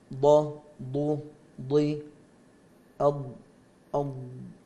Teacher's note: مخرج الضاد لكل الناس من حافة اللسان والأضراس، حافتا اللسان أو حافتا اللسان بدون تشديد، يعني حافتا اللسان يخرج منهما الضاد واللام. الضاد تخرج من إحدى حافتي اللسان مع أصول الأضراس العليا من الضاحك حتى الناجذ، خروجها من اليسرى أيسر عند بعض الناس ومن اليمنى يعني أسهل عند البعض، وبعض الناس قد يخرجها من اليمنى أو من اليسرى.